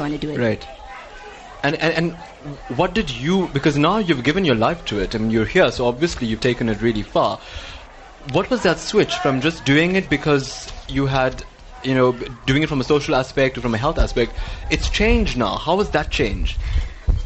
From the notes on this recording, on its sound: NewsbreaK Talk LIVE from the SA Karate 2017 Nationals.